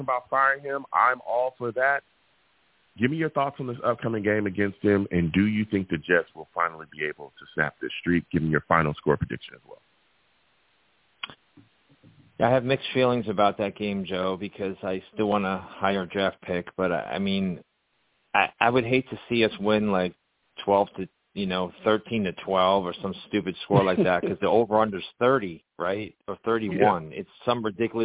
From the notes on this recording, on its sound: I take live callers!